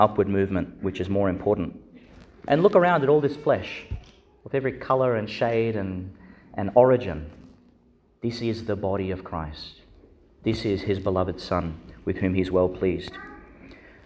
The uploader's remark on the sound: Homily for the Fifth Sunday in Eastertide, delivered in Our Lady Star of the Sea Church, Gladstone, Qld.